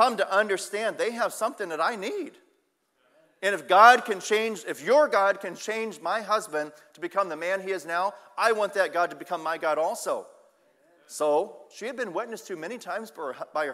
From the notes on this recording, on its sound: Sunday Evening Service